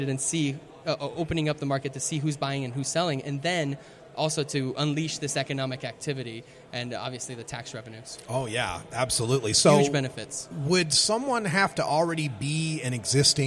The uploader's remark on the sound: Live from Southwest Cannabis Conference